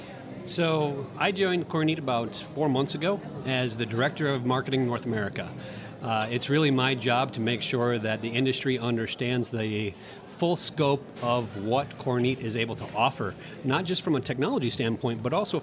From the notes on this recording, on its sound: on location at TexWorld USA in New York